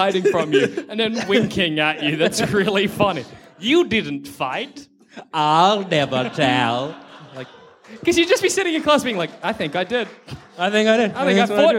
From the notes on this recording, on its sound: Recorded at the Eureka Hotel in Melbourne in 2016.